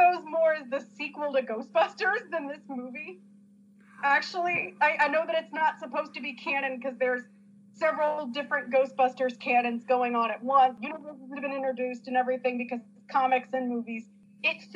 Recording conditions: poor sound quality